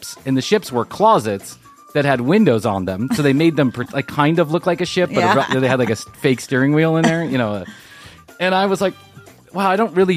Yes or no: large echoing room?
no